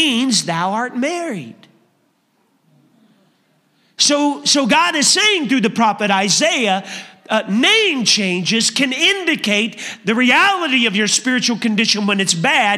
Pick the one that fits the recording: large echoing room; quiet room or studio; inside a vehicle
large echoing room